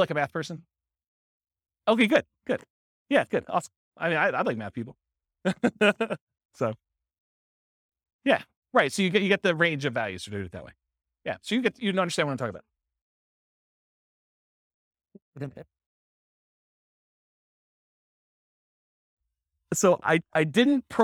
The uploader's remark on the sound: This was a live class recorded